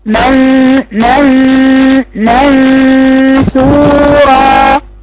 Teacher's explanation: الغنة طبعا هتبقى ايه؟ رقيقة مش مفخمة لان بعدها حرف مستفل. يبقى وانا بقراها اقراها كالتالي، من لسانك عند النون، عند النون، عند يقترب من مخرج النون لكن لا يصل الى مخرج النون.